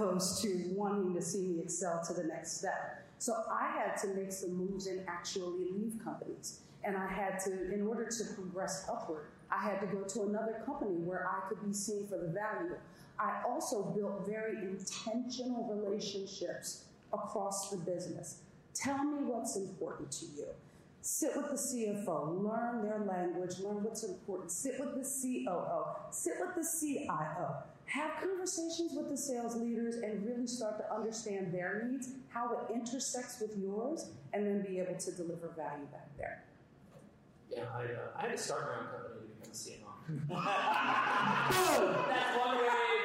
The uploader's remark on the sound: Audience Q&A.